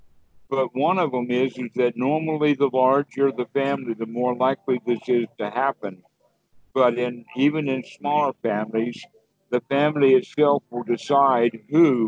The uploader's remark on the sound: skype calls